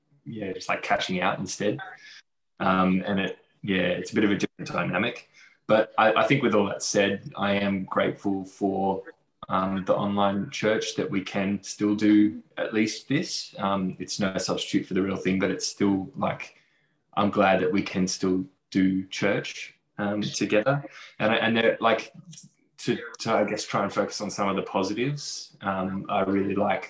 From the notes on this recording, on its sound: Recorded during our All In Zoom on August 8th, 2021